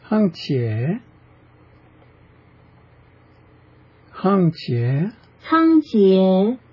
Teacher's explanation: The first syllable is even pitch, and the last is rising. The second is rising.